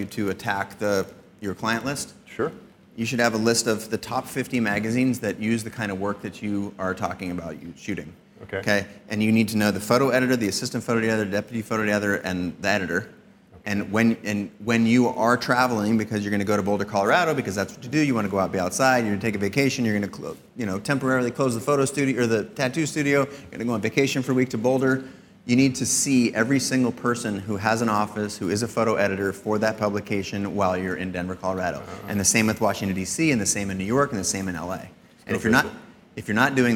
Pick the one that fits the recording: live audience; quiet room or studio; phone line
live audience